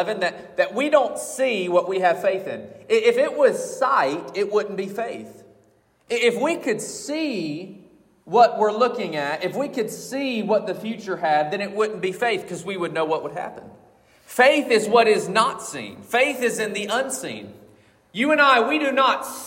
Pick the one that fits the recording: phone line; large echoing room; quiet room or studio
large echoing room